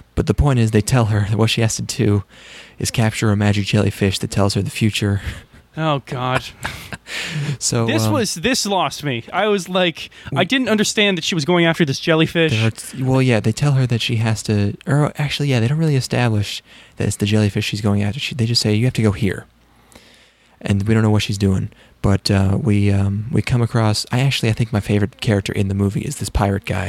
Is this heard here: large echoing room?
no